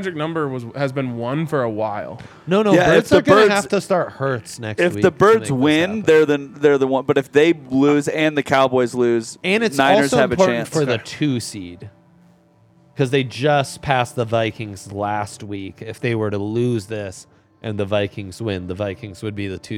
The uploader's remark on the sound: LIVE from the DNVR Bar